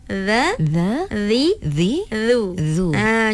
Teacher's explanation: Memang kena keluar. Memang sifat dha tu memang dia punya makhorijul huruf dia memang keluarkan lidah sedikit. Baik. Di antara kacip gigi atas dan gigi bawah.